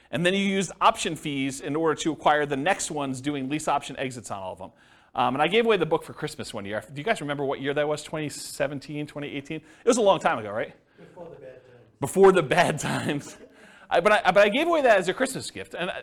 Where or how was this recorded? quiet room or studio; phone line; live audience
live audience